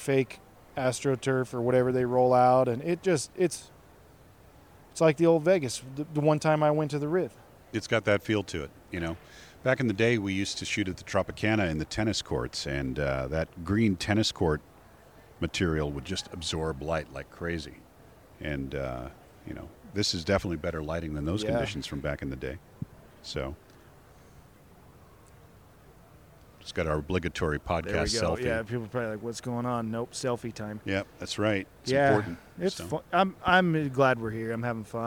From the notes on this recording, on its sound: Live at the Vegas Shoot. Live in Las Vegas!